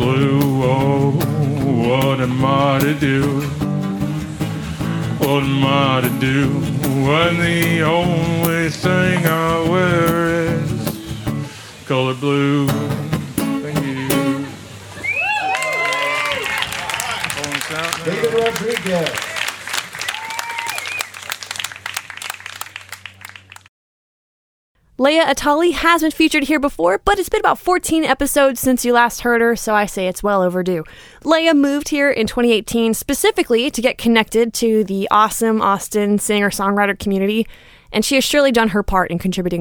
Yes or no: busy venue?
yes